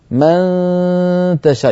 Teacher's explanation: يبقى مسافة قليلة بين طرف اللسان ومخرج التاء، فإذا وصلت إلى التاء عندئذ تقرعين مخرج التاء بطرف لسانك.